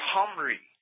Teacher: It's a very guttural H sound at the beginning of it